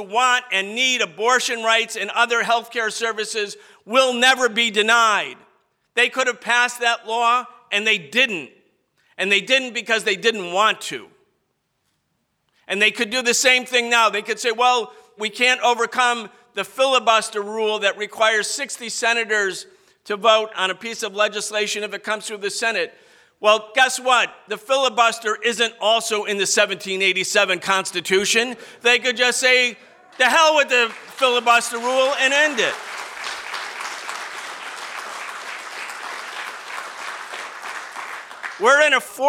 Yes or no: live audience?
yes